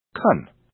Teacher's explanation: since can is not stressed, the vowel is reduced to a, so can is actually pronounced can.